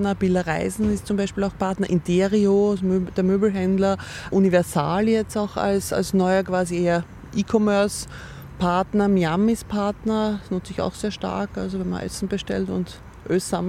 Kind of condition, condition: setting, outdoors